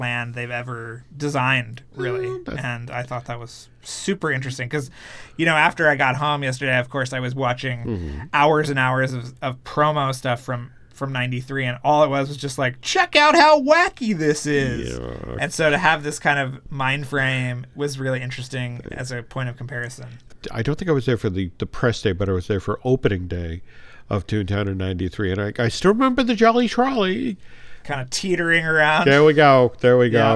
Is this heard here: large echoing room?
no